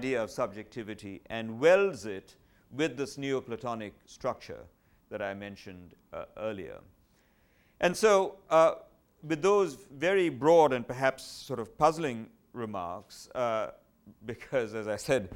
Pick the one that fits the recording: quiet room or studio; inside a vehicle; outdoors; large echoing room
large echoing room